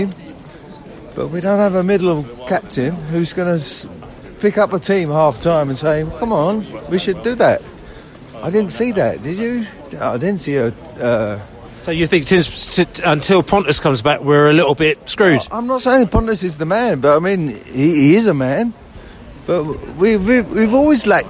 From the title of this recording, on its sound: post-match podcast in the snow